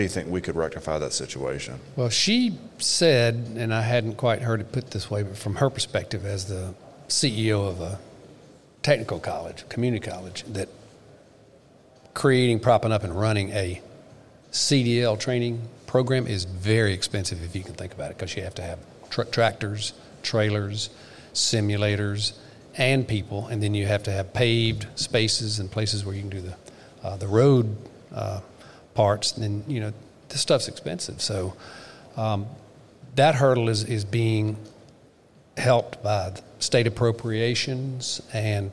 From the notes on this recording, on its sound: The Legal Bench was on hand to record interviews at the 2021 SC Trucking Association Annual Meeting at the Marriott Grande Dunes in Myrtle Beach.